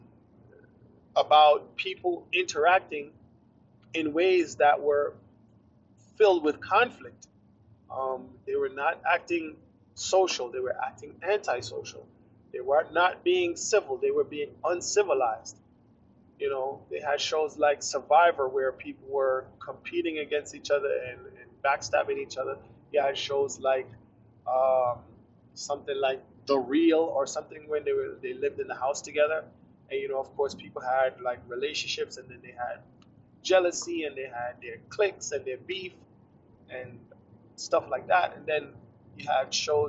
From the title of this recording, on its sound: poor audio